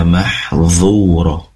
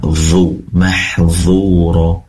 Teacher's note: pastikan dha berasal dari ujung lidah yang ditempelkan ke ujung gigi seri atas · Term: rukhwah